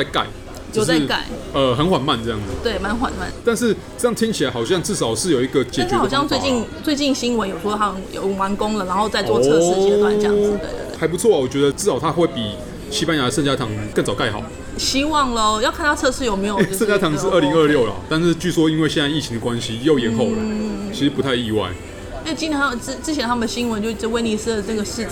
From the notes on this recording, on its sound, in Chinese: 本集白噪音指數：蚊風級 1/5。錄音地點： Parko Parco 的室外用餐區。